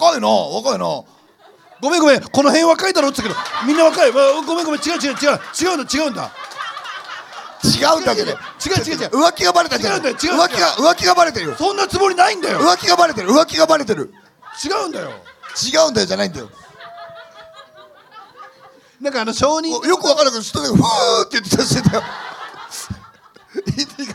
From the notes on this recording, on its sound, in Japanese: 公開収録の模様をお送り致します